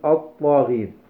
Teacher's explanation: وإذا طبقنا ذلك على كلمة طاغين عندما تدخل عليها ال، فإننا ننطق بالهمزة المفتوحة أولا ثم بالطاء المشددة بعدها مباشرة، نقول الطاغين دون أن نلتفت إلى اللام التي بقيت صورتها مرسومة ولم تحذف، فننطق بالكلمة هكذا الطاغين وتكتب هكذا الطاغين. · Term: اللام الشمسية